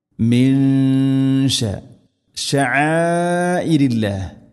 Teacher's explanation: സുക്കൂനുള്ള നൂനിന് ശേഷം ഷീൻ ഇഖ്ഫാ ബിഗുന്ന അവ്യക്തമാക്കി മണിക്കണം. മിൻഷ ഷഅഇരില്ലാഹ്, ഐന് അതുപോലെ ഹംസ, മദ്ദിൻ്റെ അക്ഷരമായ അലിഫിന് ശേഷം ഹംസയുണ്ട്.